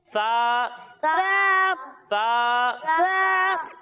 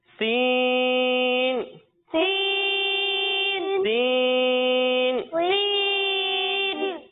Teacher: جب ہم سا کو پڑھیں گے تو اس میں سیٹی کی آواز نہیں آئے گی، اور جب ہم سین کو پڑھیں گے تو اس میں سیٹی کی آواز آئے گی، یعنی سین. سین.